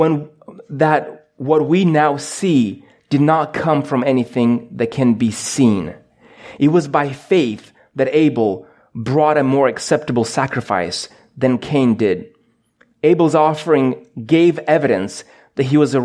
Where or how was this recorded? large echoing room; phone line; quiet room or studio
large echoing room